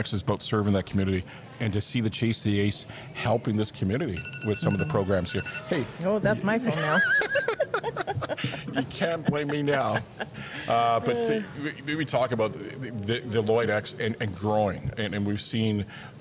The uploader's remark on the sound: CPCA Finals live at Lloyd Ex